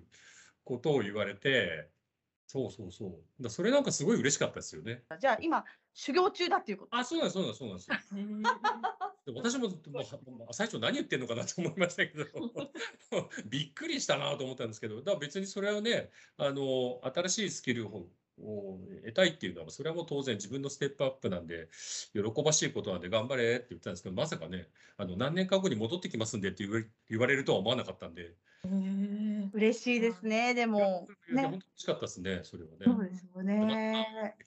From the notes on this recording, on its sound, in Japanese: teamsを用いてのオンライン収録のため、音声が聞き取りにくい部分がございます。ご了承ください。